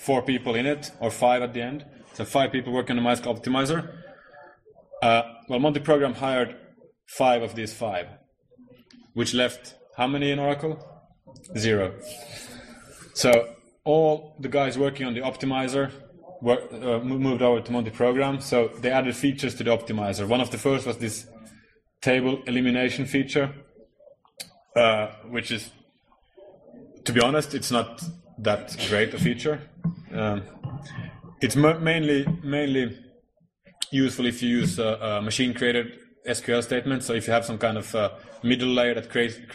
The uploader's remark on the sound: Recorded at the Northeast GNU/Linux Fest 2012-03-17